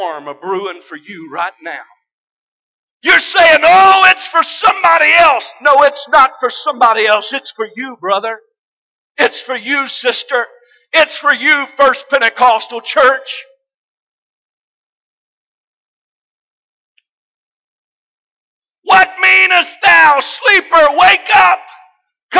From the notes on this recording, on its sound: This message was broadcast live from First Pentecostal Church of Silsbee, Texas